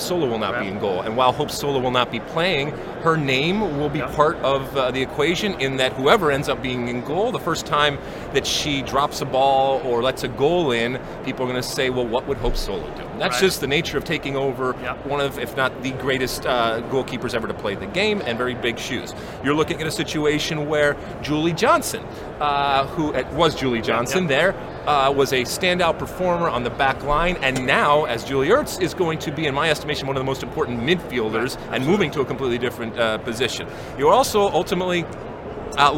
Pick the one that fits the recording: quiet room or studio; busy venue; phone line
busy venue